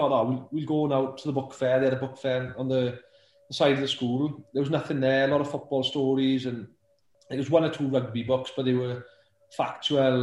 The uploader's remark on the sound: Via Zoom